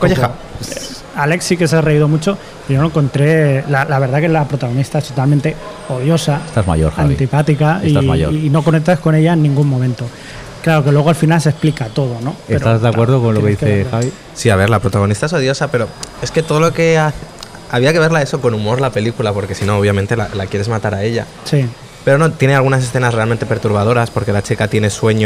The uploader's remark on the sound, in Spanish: Festival de Sitges 2012. Hemos querido grabar el podcast desde el mismo festival y este año lo hemos hecho desde el hall del hotel Meliá Sitges, justo al ladito del auditori.